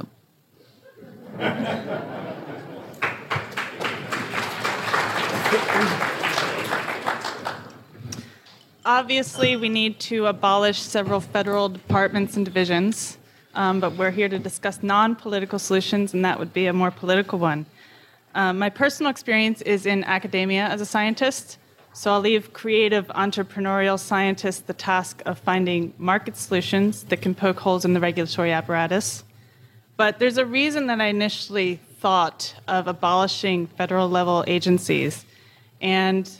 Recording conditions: live audience